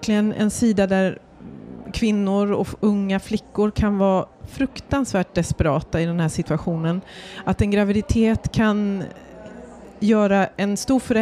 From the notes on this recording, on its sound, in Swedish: I det här poddavsnittet, som är bandat live på bokmässan i Göteborg.